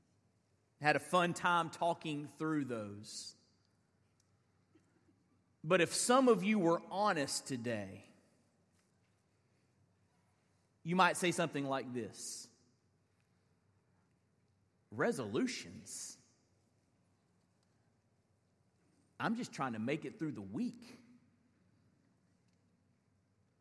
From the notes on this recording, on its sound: live sermons from First Baptist Church in Fort Walton Beach, Florida